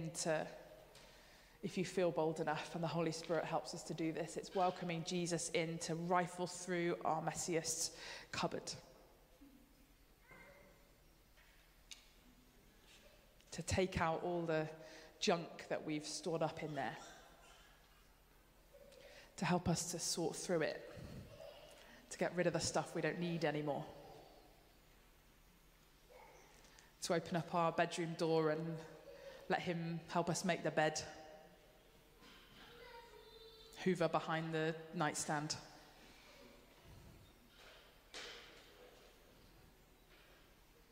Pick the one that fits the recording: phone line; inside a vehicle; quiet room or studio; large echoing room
large echoing room